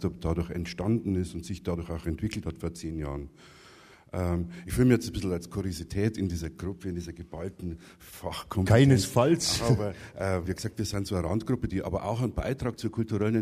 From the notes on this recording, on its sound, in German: Live aus dem Neuhaussaal zu Regensburg. Als kleines Geburtstagsständchen präsentiert das Musikmagazin „taktlos“ live im Rahmen des Jubiläums-Starts aus Regensburgs Neuhaussaal dieses intelligente Projekt. Live-Musik liefern Ensemble-Mitglieder des Stadttheaters, Musikschülerinnen und Schüler.